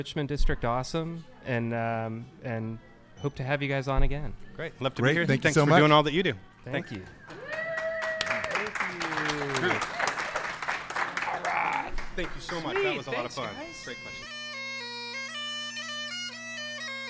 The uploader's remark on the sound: Recorded at the historic Balboa Theatre before their screening of "So I Married an Axe Murderer,". Recorded at the Balboa Theatre in San Francisco.